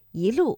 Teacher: 我们的“一”读二声，一路